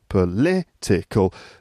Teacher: The word stress is on the second syllable, political.